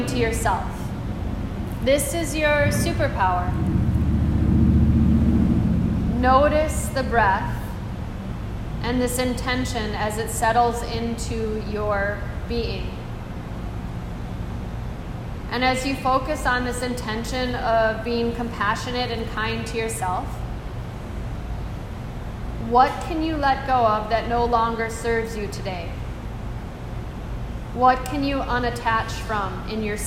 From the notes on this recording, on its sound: This is a live excerpt of a recording during a corporate enrichment workshop for a group of employees